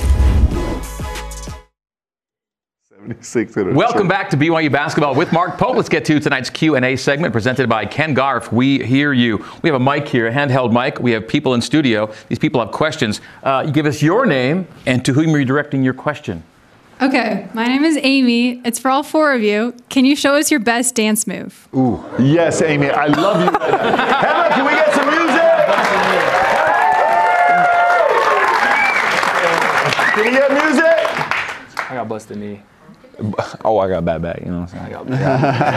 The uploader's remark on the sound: a live audience